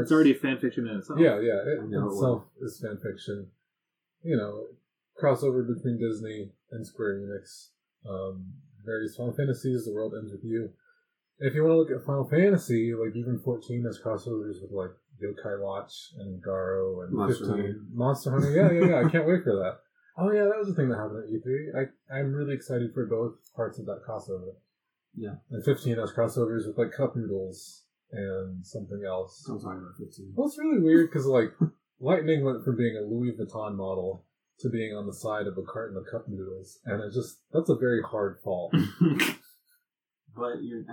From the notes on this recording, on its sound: Warning: I busted up the audio.